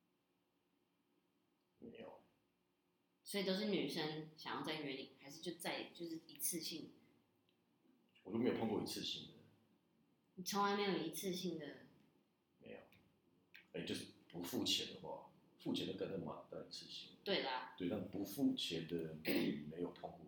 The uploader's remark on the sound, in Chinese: 首集音質不佳。風和日麗的午後。